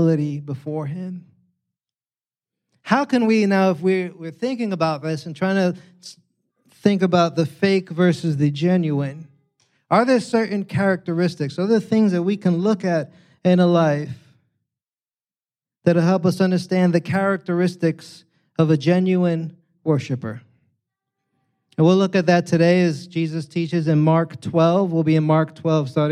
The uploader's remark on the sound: At Catalyst Church San Diego.